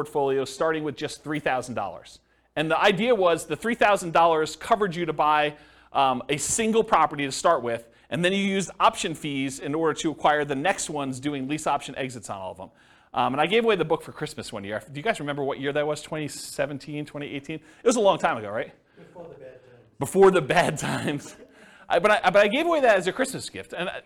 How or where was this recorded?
live audience